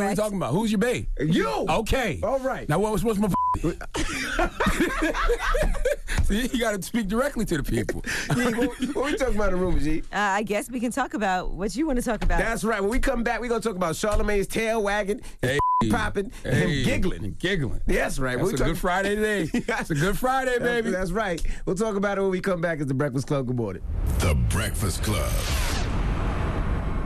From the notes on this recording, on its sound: we opened up the phone lines to hear what our listeners had to say